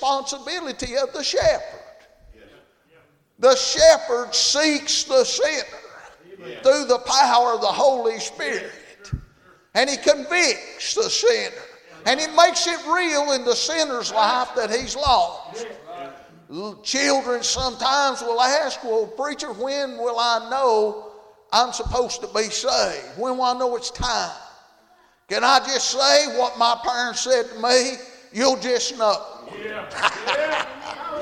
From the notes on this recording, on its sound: Tuesday Evening service at Calvary Baptist